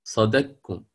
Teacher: عندي القاف مفتوحة والكاف مضمومة، فصارت صدقكم مباشرة، الدال بعدها كاف مشددة · Term: الإدغام الكبير